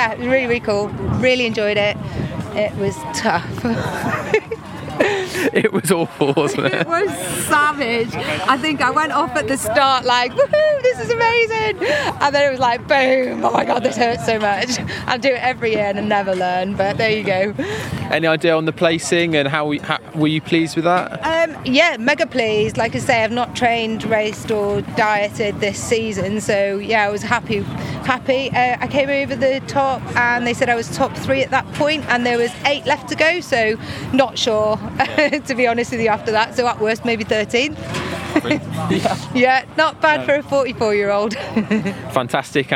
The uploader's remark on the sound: Records live from the UK National Hill Climb Championships in Llangollen, North Wales. The clang of cow bells, blast of horns and roar from the crowd will transport you to the Old Shoe’s relentlessly steep slopes.